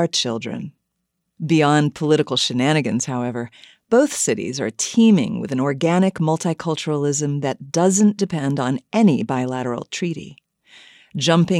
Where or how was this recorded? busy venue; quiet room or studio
quiet room or studio